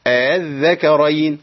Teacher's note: بخلي الهمزة الثانية بين الهمزة وبين الألف · Term: التسهيل